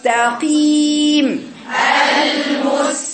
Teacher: القاف المكسوره دي لانها مستعلى فقط في صفه الاستعلاء ما فيهاش الاطباق يبقى بيبان فيها اثر الكسر جدا يبقى اقراها ما تقوليش مستقيم قي قي ابدا المستقيم المستقيم لما